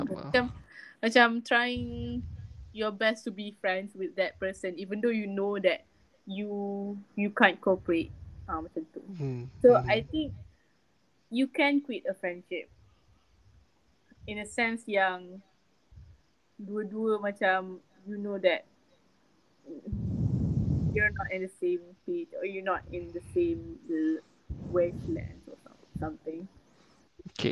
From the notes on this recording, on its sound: sorry for my audio… i will use a microphone next time